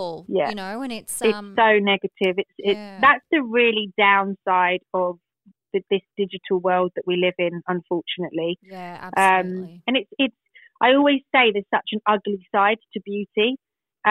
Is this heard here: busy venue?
no